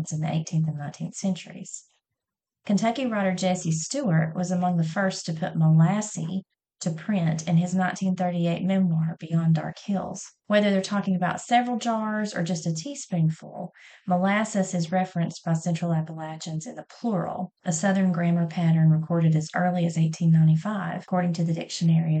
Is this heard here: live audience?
no